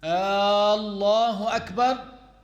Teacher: Such as, some people when saying Allahu Akbar, they extend the Hamza at the beginning of the glorified name, Allah, and they say it such as Allahu Akbar.